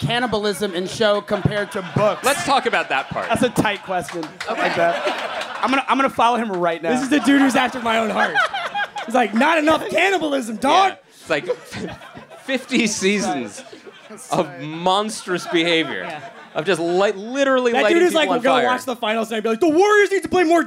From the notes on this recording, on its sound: live and onstage in Brooklyn